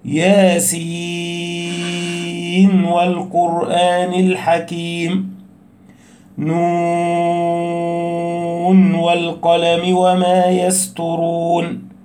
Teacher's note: تنبيه لا بد منه: النون في فاتحة سورة ياسين من قوله تعالى في فاتحة ياسين: ياسين ياسين والقرآن الحكيم، ومن قوله تعالى: نون والقلم. عند وصلها بما بعدها أي الواو لحفص عن عاصم فيها الإظهار حال الوصل من طريق الشاطبية خلافا للقاعدة ووفقا للرواية، فتقرأ هكذا: ياسين والقرآن الحكيم، نون والقلم وما يسطرون، هكذا.